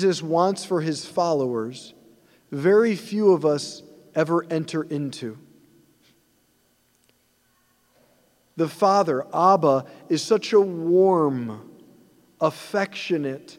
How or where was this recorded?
large echoing room